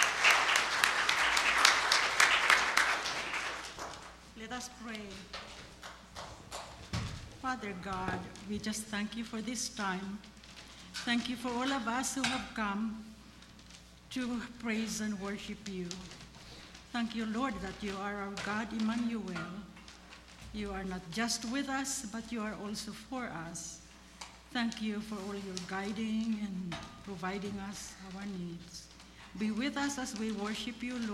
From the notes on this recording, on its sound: Sunday morning worship at Altadena Baptist Church. Full service recording -- special music and readings.